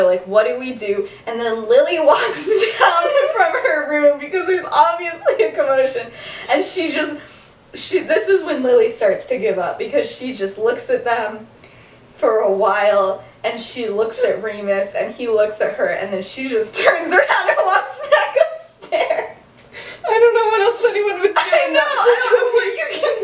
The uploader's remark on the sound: Bad audio. Whoops, the audio got worse.